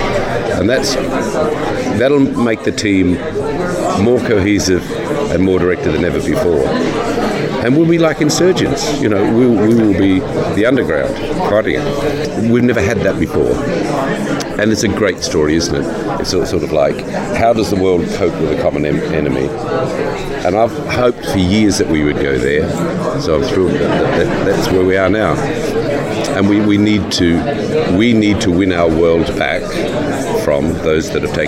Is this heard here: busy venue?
yes